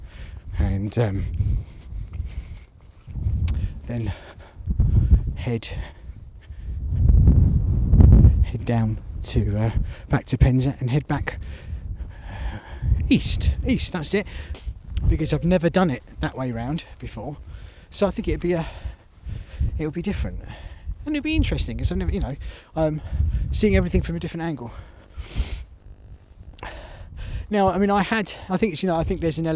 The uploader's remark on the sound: Recorded on the hike to Land's End from Sennen cove on the 9th Jan 2024, in the dark and the freezing cold, under the very obvious cover of the milky way.